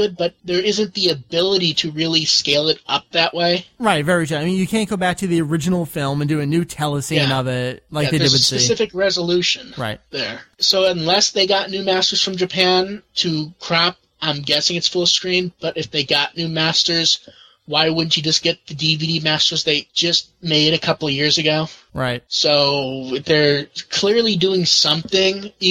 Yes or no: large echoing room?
no